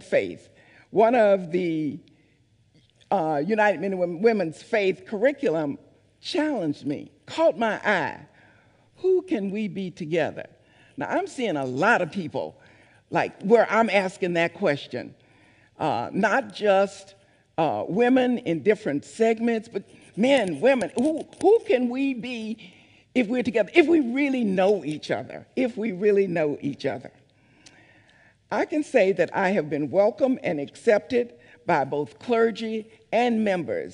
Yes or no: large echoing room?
yes